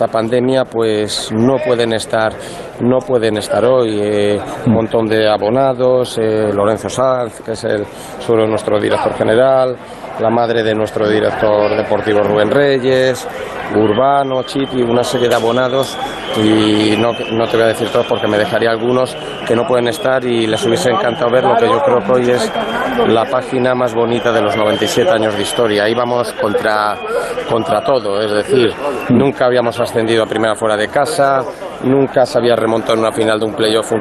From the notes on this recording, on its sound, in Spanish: En directo en El Transistor, desde el césped de Montilivi.